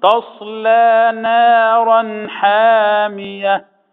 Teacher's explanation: تاء مرقق، صاد مفخمة، لام مرقق.